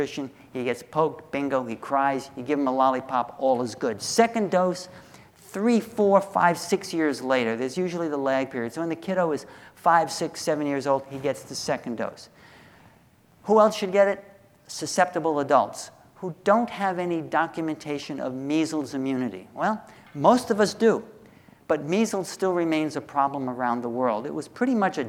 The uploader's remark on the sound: From the SDPA Annual Summer Dermatology Conference 2016, held June 1 – 5 in Austin, Texas.